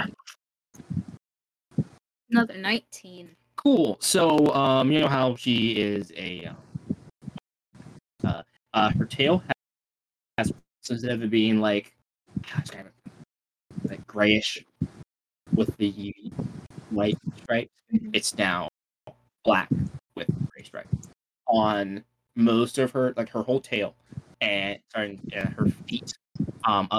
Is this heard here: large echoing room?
no